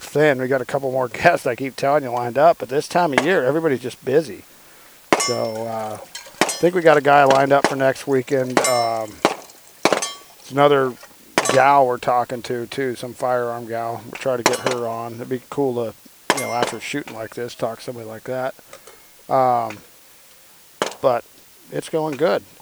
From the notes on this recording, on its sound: Recording on location at the Oroville shooting range.